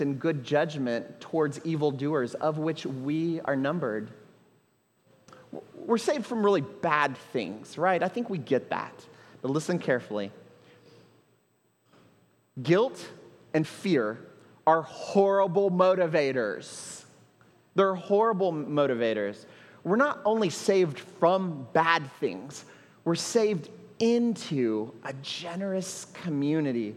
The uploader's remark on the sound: at Trinity Church, Puerto Rico